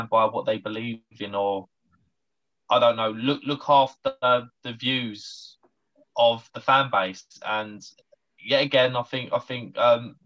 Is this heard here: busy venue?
no